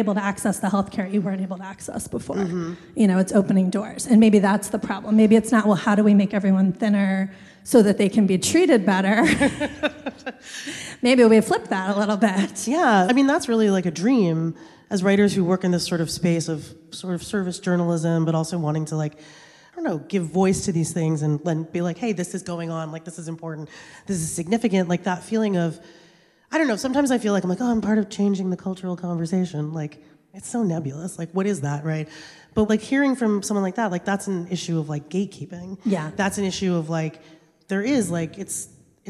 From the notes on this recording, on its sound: We recorded this on December 3, at Seattle’s Town Hall. Welcome to the first ever LIVE episode of Burnt Toast! At Seattle’s Town Hall.